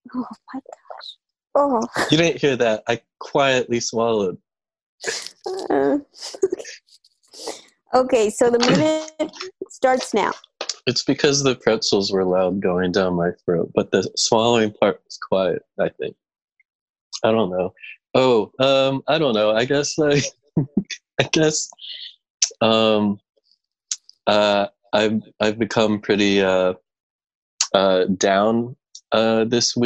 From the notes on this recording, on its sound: Recorded entirely remotely. Play listener-created games with callers via Zoom!